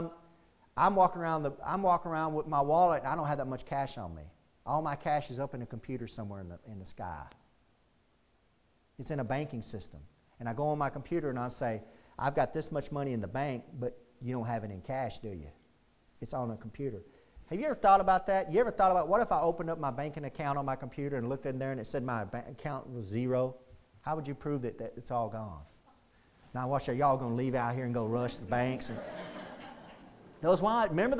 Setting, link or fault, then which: setting, large echoing room